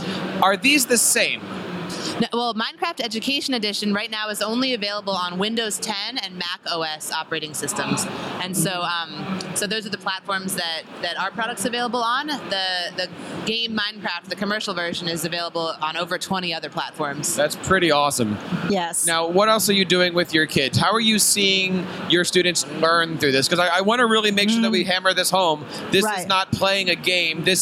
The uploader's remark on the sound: LIVE from ISTE